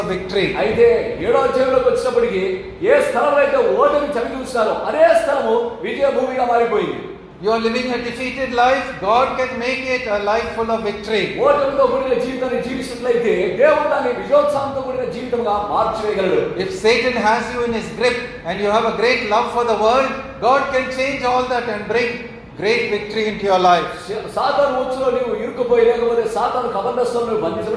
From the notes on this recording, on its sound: Recording of a sermon given in church.